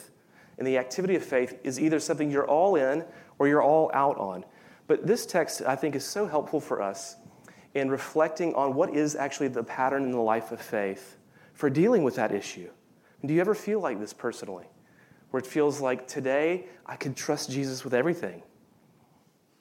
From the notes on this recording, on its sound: Of Reformed University Fellowship at USC during the Contemporary Worship service.